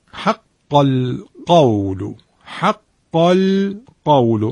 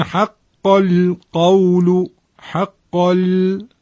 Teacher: در آیه بعدی، آیه 13 دقت کنید، حق القول، حق القول، اینجا لام ساکن در بین دو تا حرف قاف دارای صفت استعلا یا همون دارای تفخیم قرار گرفته. باید مواظب باشیم لام این وسط غلیظ و درشت نشه، تحت تاثیر اینها قرار نگیره، حق القول نشود. · Term: لام این وسط نازک